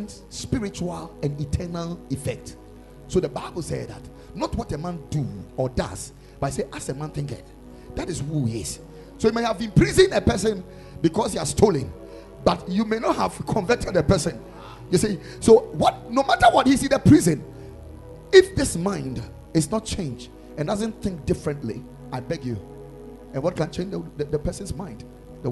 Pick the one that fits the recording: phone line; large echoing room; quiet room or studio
large echoing room